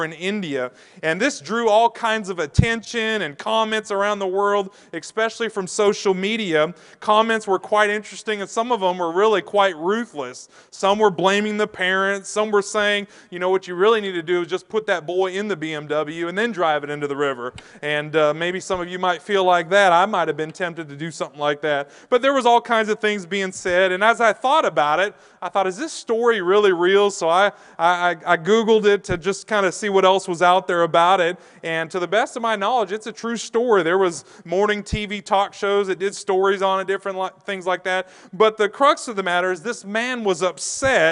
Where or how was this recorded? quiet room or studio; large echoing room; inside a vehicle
large echoing room